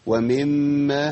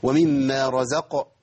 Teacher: وميم مشددة تغني بزمن قدر العلماء تقريبا بحركتين · Shown in: second take · لكن هو يزيد عن الحركتين في التطبيق العملي.